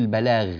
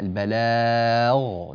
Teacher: حرف الغين نعطيه حقه من التفخيم · Shown in: second take · لا نقول البلاغ مثلا، لا، البلاغ، نفخم الغين هكذا كما قرأناها.